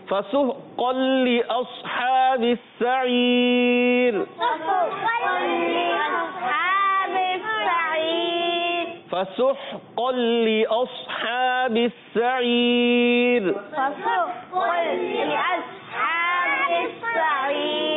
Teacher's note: فا اوپر کے دانتوں کے کناروں سے اور نیچے کے ہونٹ کے ہر حصے سے ادا ہوتا ہے. · Term: فا کا مخرج